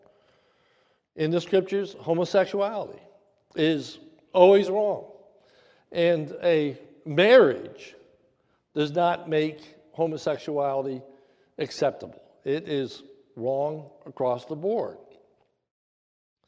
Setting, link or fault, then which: setting, large echoing room